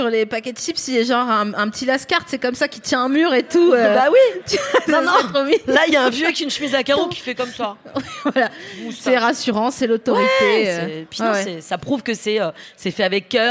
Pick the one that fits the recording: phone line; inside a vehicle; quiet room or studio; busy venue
busy venue